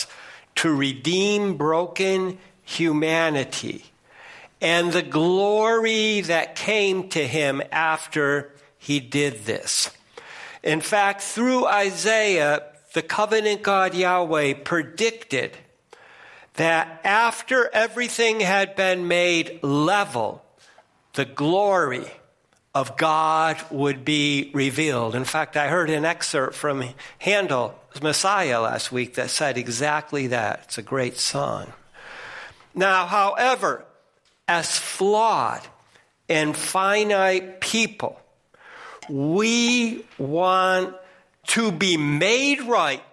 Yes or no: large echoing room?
yes